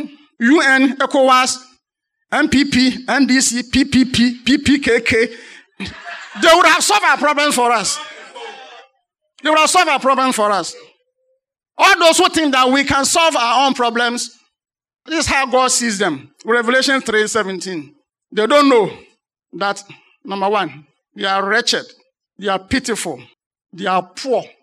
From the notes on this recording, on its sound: Sermon preached at CBC Shiashie Campus